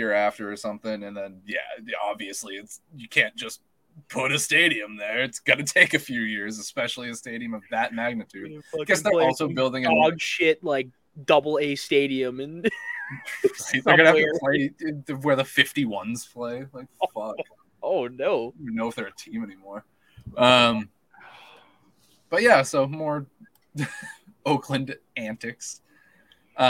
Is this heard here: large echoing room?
no